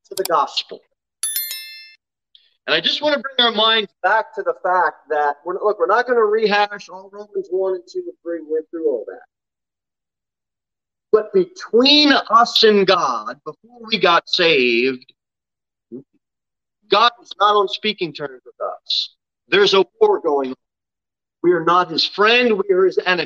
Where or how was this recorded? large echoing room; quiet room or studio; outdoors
large echoing room